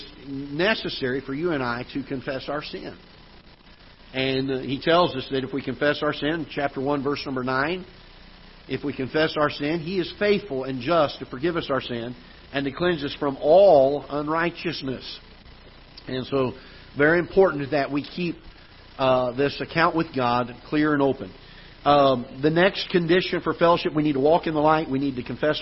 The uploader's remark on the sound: Ketha Heights Baptist Church ~ Live Broadcast